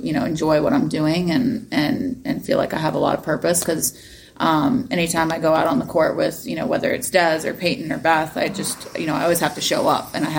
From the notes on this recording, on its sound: Interview from the Charleston Open. This is a very short conversation.